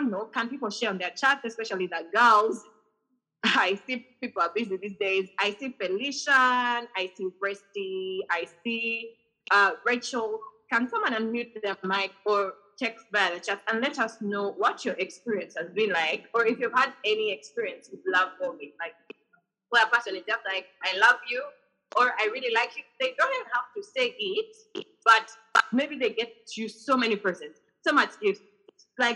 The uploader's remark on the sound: We hosted this episode via zoom